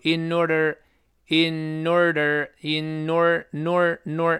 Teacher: 前面介词 in 是个前鼻音，词放在一块儿呢，就必然出现前鼻音连读。